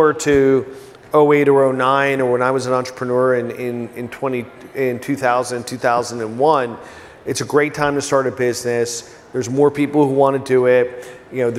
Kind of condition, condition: setting, busy venue